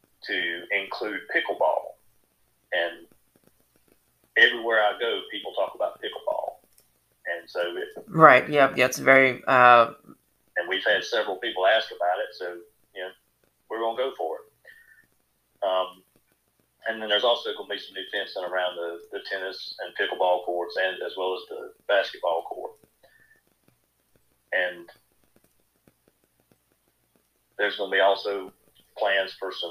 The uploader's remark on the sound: On the first over the phone interview.